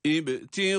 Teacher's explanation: ba harfini kalkale ile okuyoruz